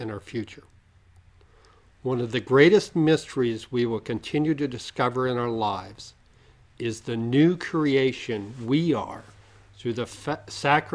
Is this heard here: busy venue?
no